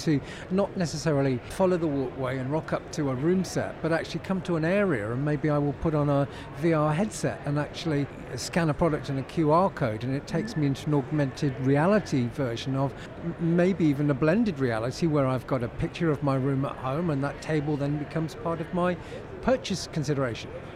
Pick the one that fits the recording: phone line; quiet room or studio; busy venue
busy venue